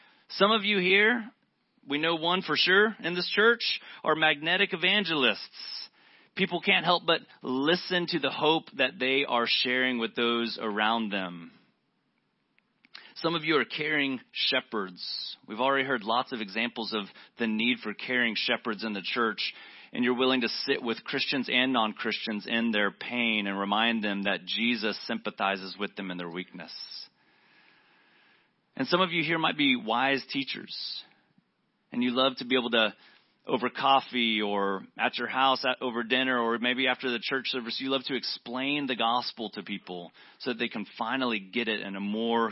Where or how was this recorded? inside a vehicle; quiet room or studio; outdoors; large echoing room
large echoing room